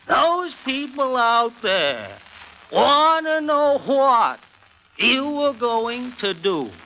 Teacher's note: Barrymore's voice does go up and down a lot